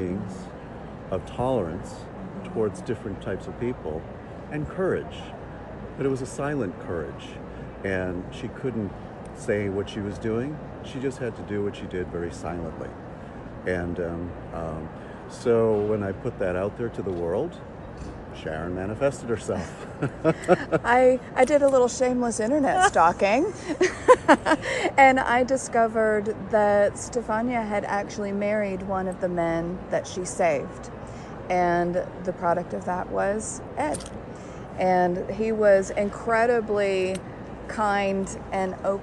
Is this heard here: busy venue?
yes